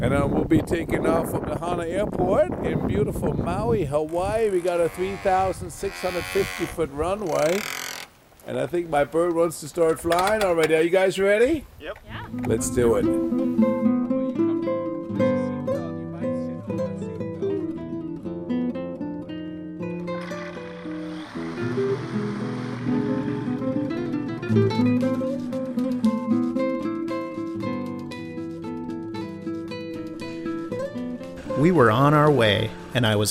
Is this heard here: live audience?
no